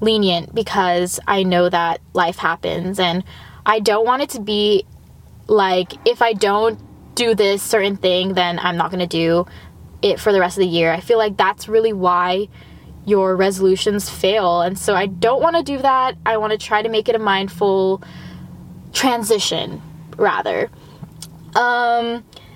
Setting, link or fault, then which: setting, inside a vehicle